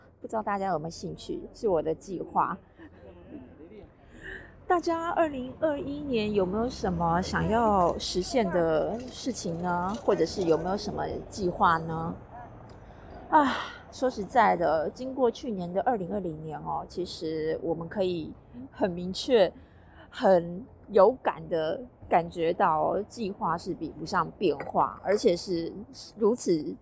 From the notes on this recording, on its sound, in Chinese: 新年路邊閒聊。趁著雨停和管制法令稍稍停歇之時。這回在路邊錄音，已盡力刪除可能不悅耳的聲音，但仍有些車子的聲音。